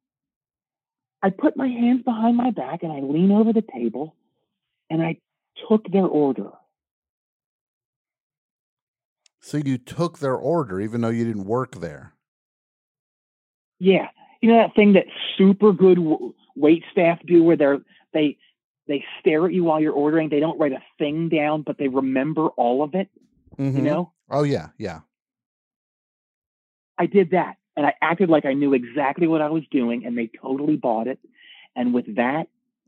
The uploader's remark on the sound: We open the phones with your suggestions